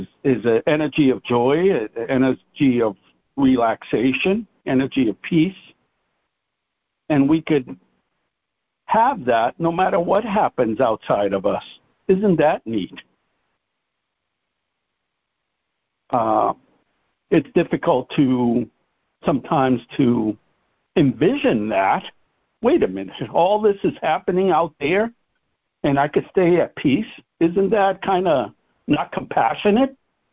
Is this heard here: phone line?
yes